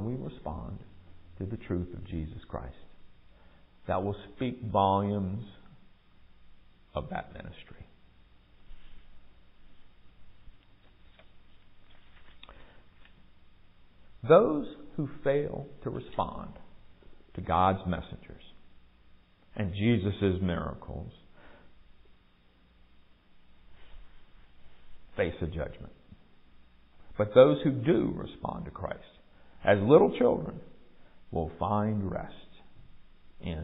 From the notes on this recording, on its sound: Recorded at MPPC on Sunday, July 9, 2023, during worship.